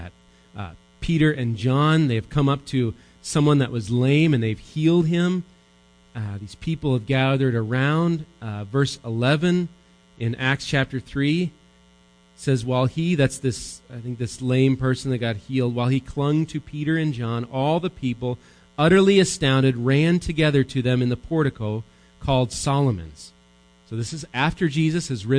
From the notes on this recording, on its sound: Recorded live at Bethany Bible Church